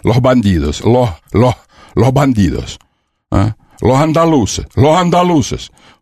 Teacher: Они съедают окончания, и в переходах между словами они уходят на хэ вместо с